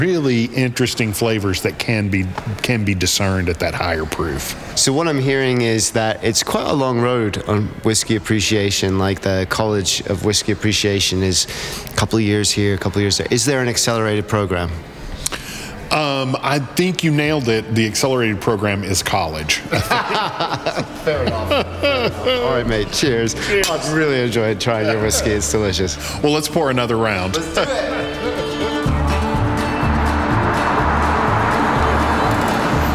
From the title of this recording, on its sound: On Location on the Tennessee Whiskey Trail